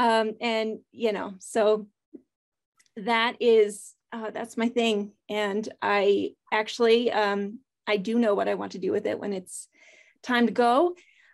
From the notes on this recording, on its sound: This short story was clipped from my live virtual Show & Tale